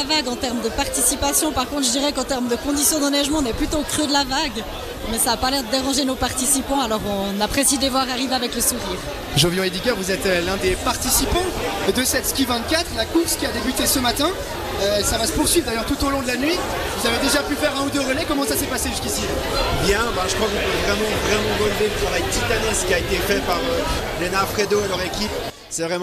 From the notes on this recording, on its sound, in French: La table ronde est en direct de la "Ski-24". La compétition de ski de fond en relais vit sa dernière édition en 2023 aux Mosses.